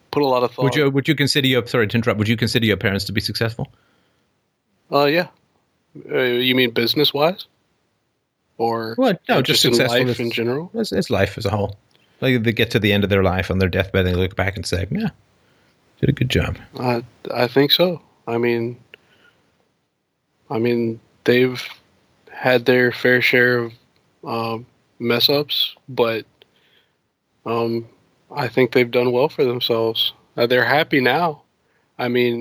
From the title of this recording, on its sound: Call In Show